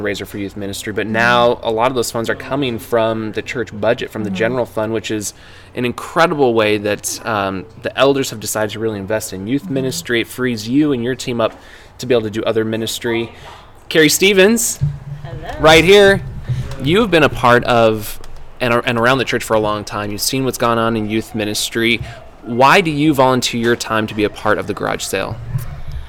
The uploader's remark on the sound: Live from the Youth Garage Sale